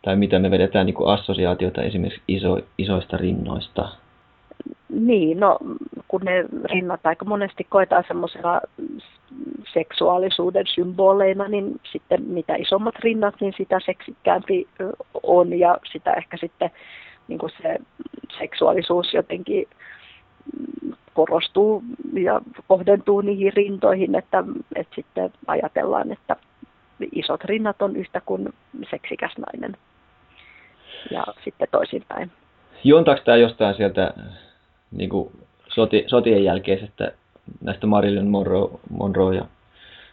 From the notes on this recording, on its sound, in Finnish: Haastattelu tehtiin puhelinhaastatteluna ja äänenlaadussa on toivomisen varaa.